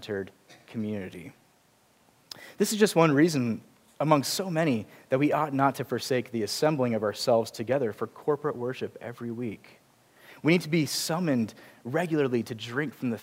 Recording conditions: large echoing room